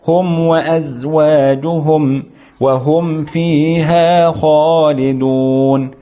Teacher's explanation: عند التقاء الميم الساكنة بحرف الواو أو الفاء إظهار الميم إظهارا قويا، لابد أن تظهر الميم إظهارا قويا.